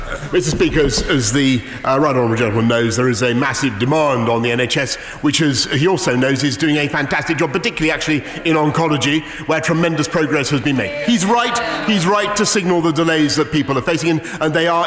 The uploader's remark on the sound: live at the opposition party's campaign launch